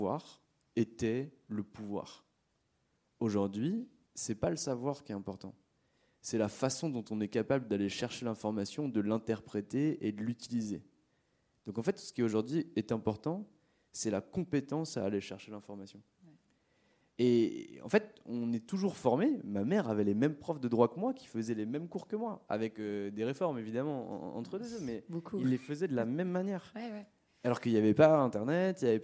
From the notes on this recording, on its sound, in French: Une conférence des RDV des Transformations du Droit - 7ème édition, 5 et 6 octobre 2023